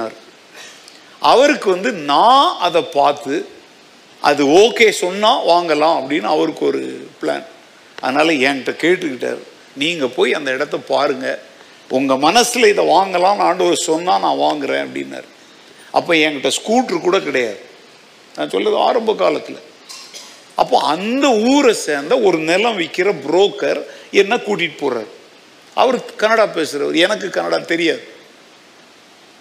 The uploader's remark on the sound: Sunday 2nd Service Sermon Live